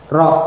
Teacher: Pada makhraj ya, untuk mengucapkan ra' itu bergetar, lidahnya bergetar, ra'. Dan walaupun yang benar secara makhraj getarannya sedikit, tetapi tetap ada getarannya. Tapi sedikit, mukarrar, ra' gitu ya.